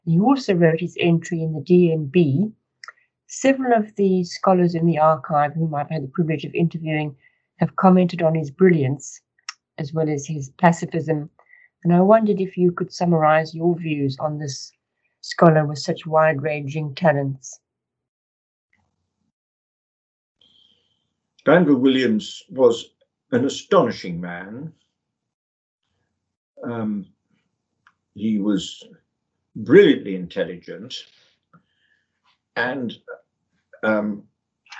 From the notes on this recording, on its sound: The interview was recorded online